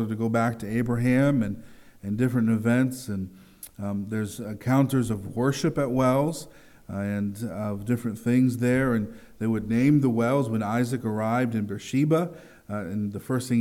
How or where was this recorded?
large echoing room